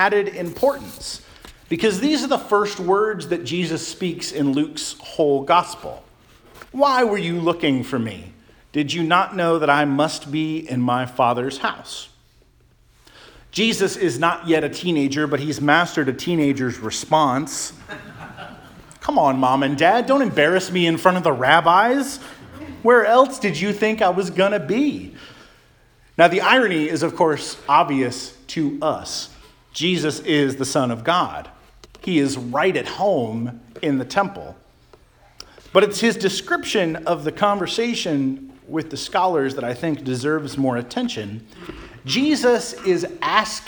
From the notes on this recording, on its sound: Charles Anglican Cathedral, Bremerton, WA.